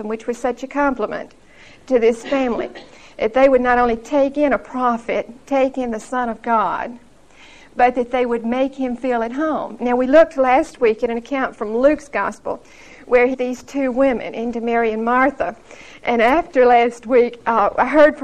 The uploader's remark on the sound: Recorded 9/16/1975 at Whitesburg Baptist Church.